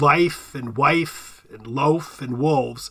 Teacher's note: when you make the plural with an S, the F, you kind of like vibrate your vocal cords, the F becomes a V · Term: intervocalic voicing